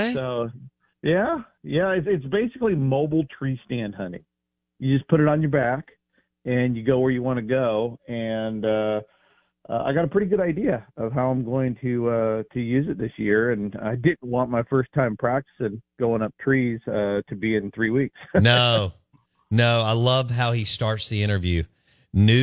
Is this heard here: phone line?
yes